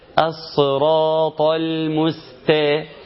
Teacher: ما هي بالطاء ابدا انما بالتاء